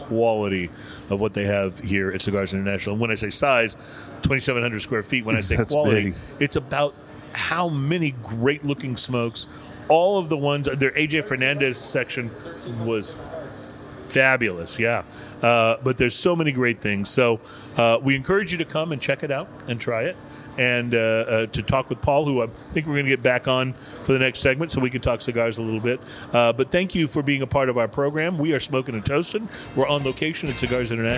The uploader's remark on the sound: On Location At Cigars International!